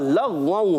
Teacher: لام کو غین سے ملانا ہے اور غین میں قلقلہ نہیں کرنا